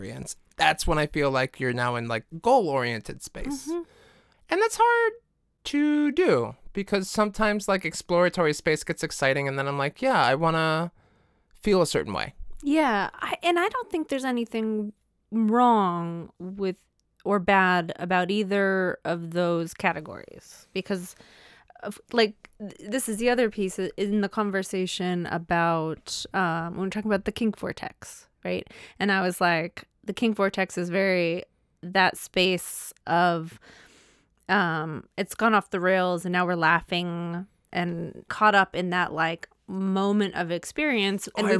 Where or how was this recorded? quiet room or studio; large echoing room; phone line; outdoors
quiet room or studio